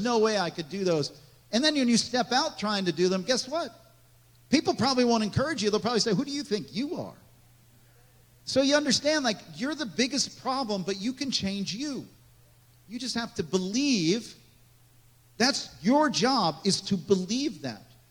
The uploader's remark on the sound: This message was recorded on April 9, 2023, at Gateway Church in Richmond, Indiana.